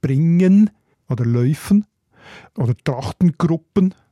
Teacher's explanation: auch das N am Schluss, wo man ja auf dem Hochdeutschen kennt, haben die bewahrt